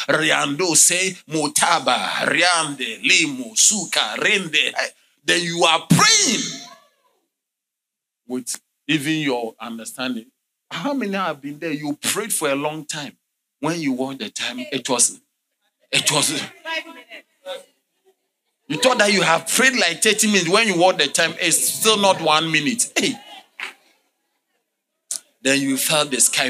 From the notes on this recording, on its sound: Sermon delivered on Sunday, May 21, 2023, at LCI Mega-Church in Cape Town, South Africa.